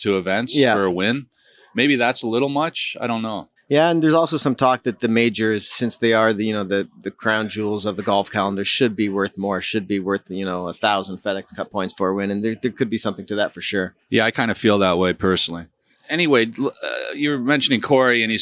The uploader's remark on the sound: On-site at CP Women's Open. This week's episode is taped at Magna Golf Club from the CP Women's Open.